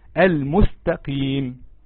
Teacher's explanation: نضرب مثال، زي اهدنا الصراط المستقيم، القاف هنا مكسورة، علشان تخرجها صح لازم ترقق الحرف اللي قبلها ترقيق صحيح · Term: اخف درجات التفخيم